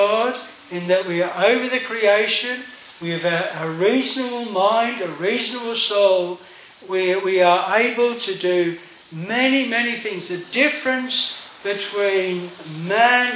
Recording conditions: large echoing room